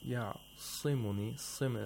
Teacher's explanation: Okay, so you have to make sure you don't apply too much tafkhim. We have the root of the tongue raised. Yes, that's right. But the lips are spread.